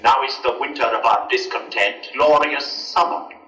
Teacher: One really popular approach is to have a tapped R. Like in an old-fashioned British, now is the winter of our discontent, glorious summer, then.